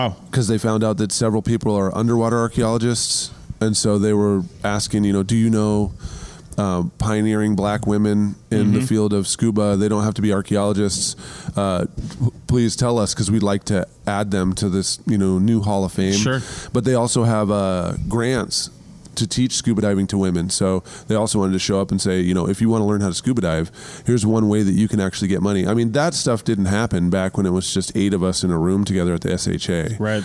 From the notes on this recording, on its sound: sit down at the 2020 Society for Historical and Underwater Archaeology annual meeting in Boston, MA